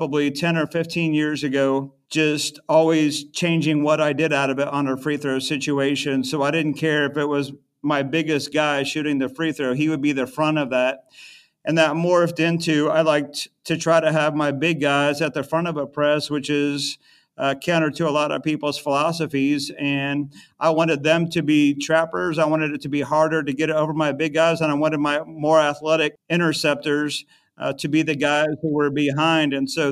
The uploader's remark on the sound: We go inside the huddle of this quick timeout.